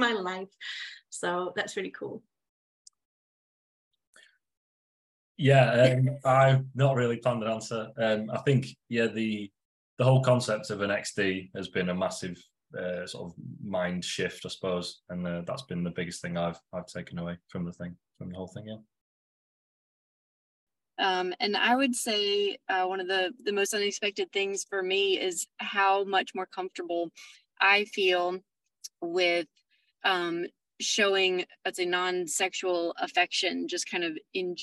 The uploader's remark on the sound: On the final day of our latest Wanting It More round, I gathered all the wonderful husbands and wives together for a warm farewell Zoom call.